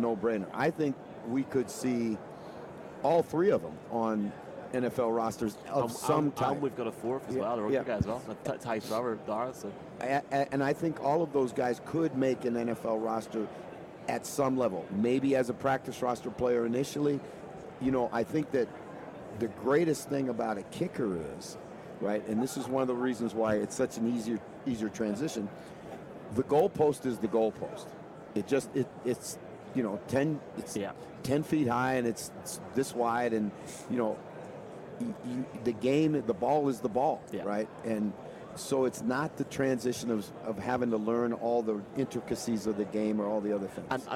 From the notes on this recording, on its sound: From Radio Row. Live on Radio Row.